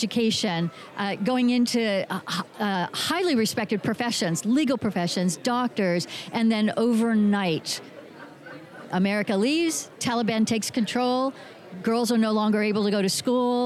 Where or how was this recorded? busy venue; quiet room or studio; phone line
busy venue